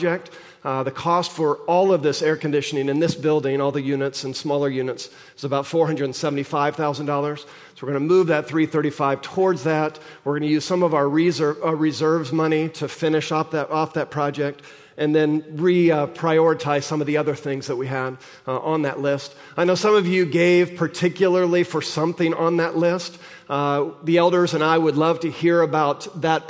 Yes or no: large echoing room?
yes